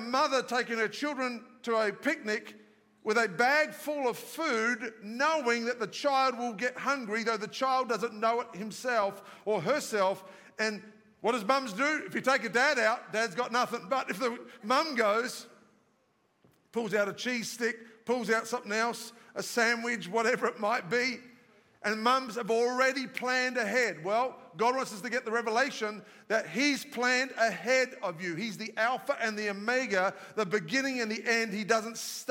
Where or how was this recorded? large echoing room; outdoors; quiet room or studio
large echoing room